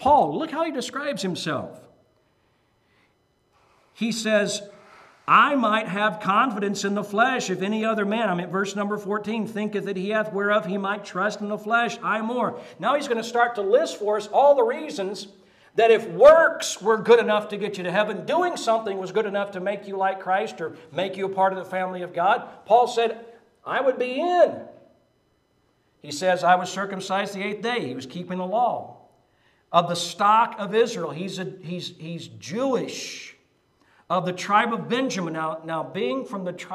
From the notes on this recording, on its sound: Preached at Maranatha Bible Church